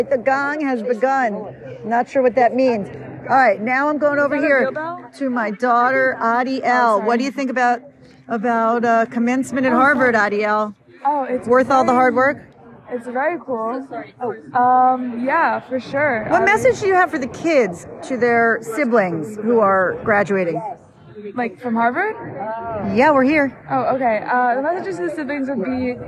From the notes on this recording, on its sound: As we sit on the steps of Widener Library. MommashLIVE from Harvard Commencement. LIVE unedited wisdom.